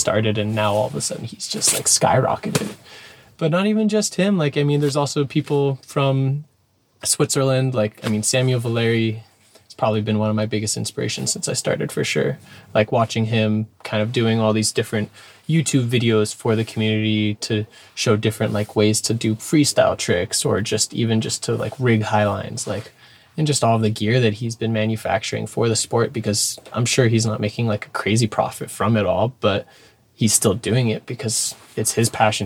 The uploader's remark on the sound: Recorded in a reality bending van in the ever magical Moab, Utah